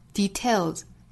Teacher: 原声呢是把重音放到了后面 details